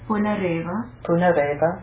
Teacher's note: it's a mouthful with the dental na